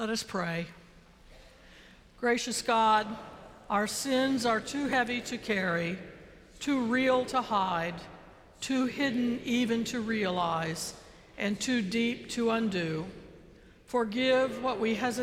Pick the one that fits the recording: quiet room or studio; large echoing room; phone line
large echoing room